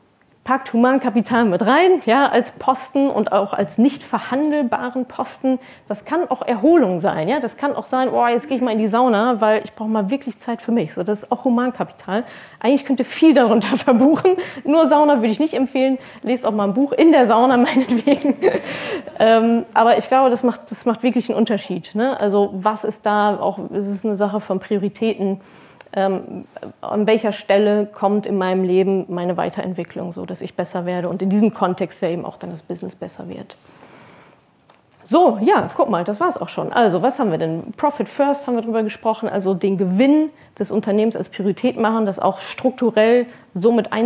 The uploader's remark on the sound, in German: Hörst du meinen Vortrag vom Unternehmerinnen-Tag der IHK in Berlin, zu dem ich eingeladen war.